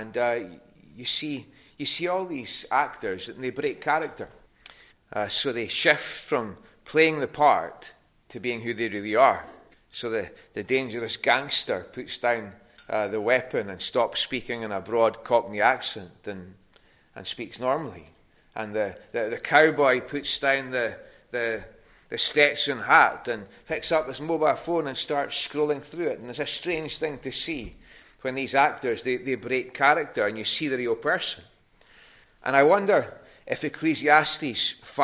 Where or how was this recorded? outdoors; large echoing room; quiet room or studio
large echoing room